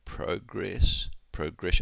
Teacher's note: To progress and progression, they have the stress on progress, progression, on the second syllable. But progress, the noun, has the stress on the first syllable.